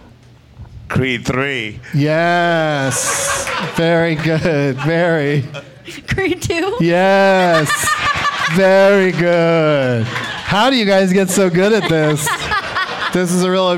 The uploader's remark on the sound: Live from the The Creek and the Cave in Austin as part of SXSW